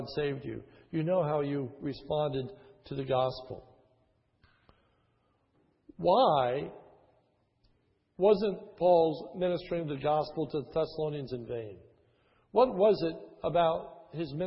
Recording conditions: large echoing room